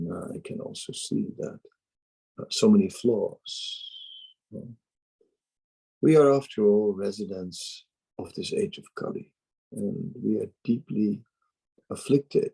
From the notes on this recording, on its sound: Zoom Meeting